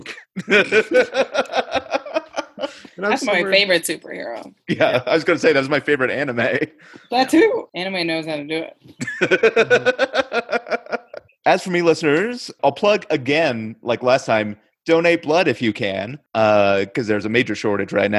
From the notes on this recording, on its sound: We had to use our backup recording for this one, so it’s just the audio from our Zoom call. The quality is a bit lower than normal.